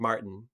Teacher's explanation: We say hard. With the Michigan accent, you really do say hard R's and you don't say T's. That is replaced with an apostrophe kind of sound. · Term: glottal stop